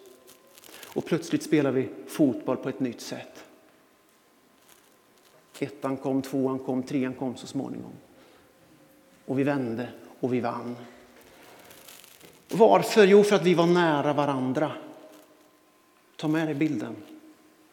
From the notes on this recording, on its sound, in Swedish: Inspelning från Immanuelskyrkan Skövde.